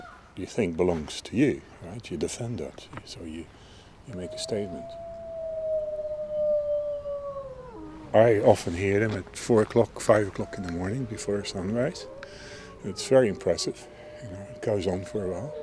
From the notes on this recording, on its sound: Captures a stunning soundscape: the sounds from Dublin Zoo at night. Most spectacular, the wolves; most endearing, the snuffling elephants. (A short Irish radio documentary from RTE Radio Ireland).